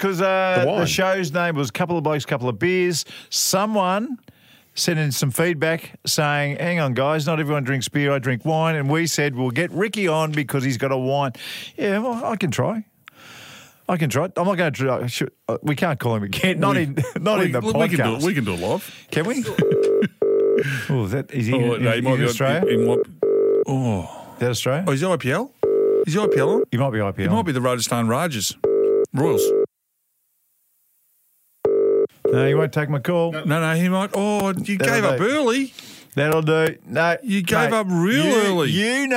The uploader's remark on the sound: Call him live on the show.